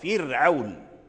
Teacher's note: الراء ساكنة والفاء مكسورة، فرعون. فإذا حصل هذا فالراء مرققة لجميع القراء